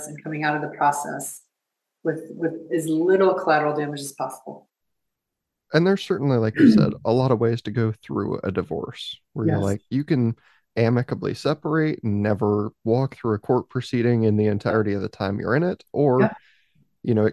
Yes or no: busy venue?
no